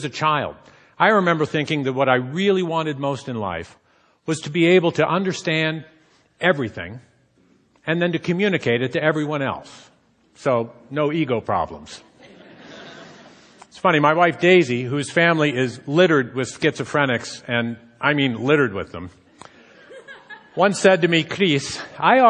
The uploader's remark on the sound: Onstage at TEDxRainier